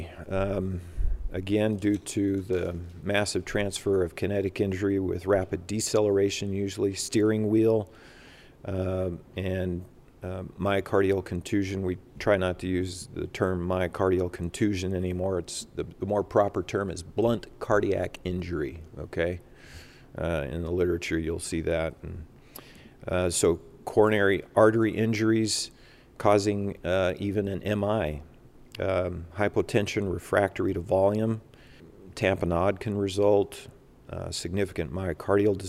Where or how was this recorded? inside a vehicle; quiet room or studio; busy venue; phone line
busy venue